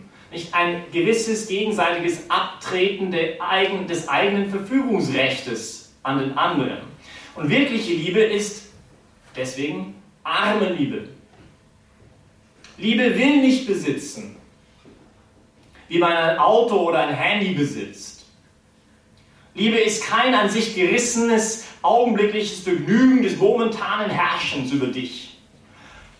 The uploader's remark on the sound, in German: die Predigt wärhend der BeFree Messe gehalten